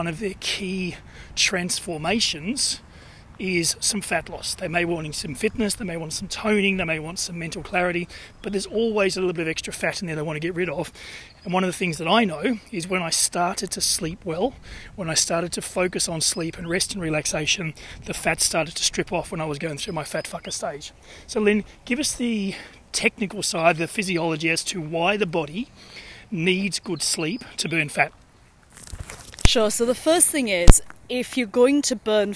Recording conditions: outdoors